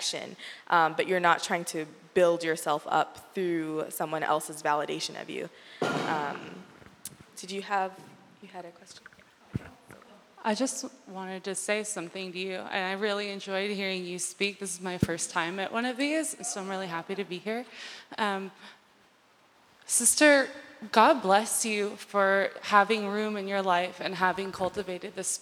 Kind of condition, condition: setting, live audience